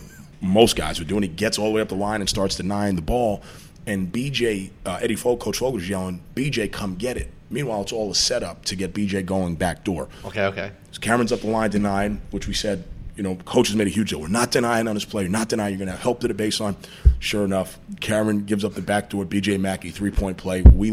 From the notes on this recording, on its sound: Broadcasting live from Jack Demsey's bar.